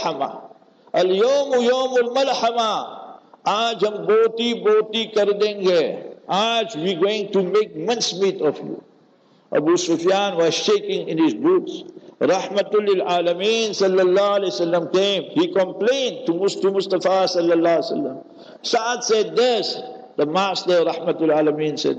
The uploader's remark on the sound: Local Jumah Lecture At Masjid Al Hilal